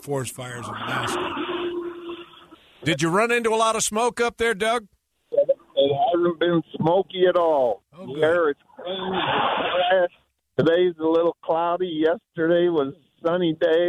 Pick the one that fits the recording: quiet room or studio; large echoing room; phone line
phone line